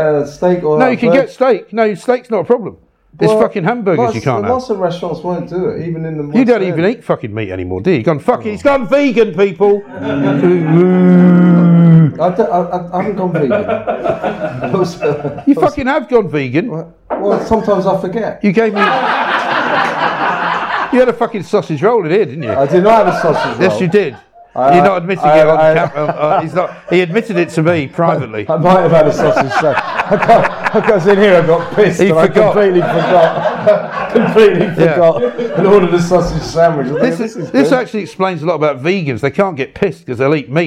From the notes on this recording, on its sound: live from the Horseshoe Inn